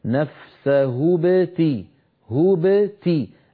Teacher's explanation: لابد من أن تكون الباء ساكنة مقلقلة · Term: الباء المقلقلة